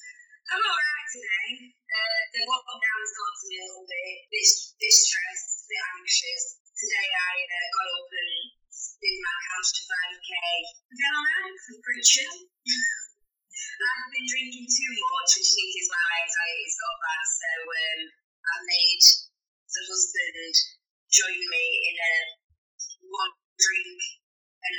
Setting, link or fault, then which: fault, poor sound quality